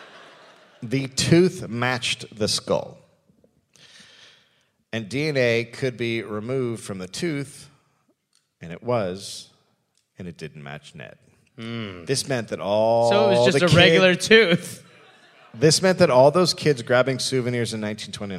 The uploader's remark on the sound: Recorded live in Perth, Australia.